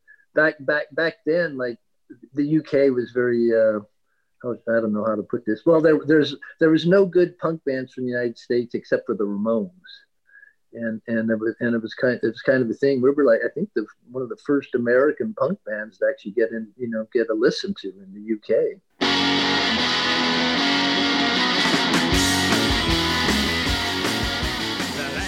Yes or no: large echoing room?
no